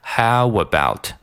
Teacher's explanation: 我们就直接在这两个单词中间人工的人为的啊，直接加入一个哇哇这样的音 · Term: 连读